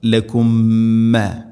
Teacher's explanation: മീമിനെ അടുത്ത മീമിലേക്ക് കൂട്ടി ലയിപ്പിച്ച് മണിച്ചുകൊണ്ട് ഉച്ചരിക്കണം · Term: ഇദ്ഗാം മുതമാസിലൈൻ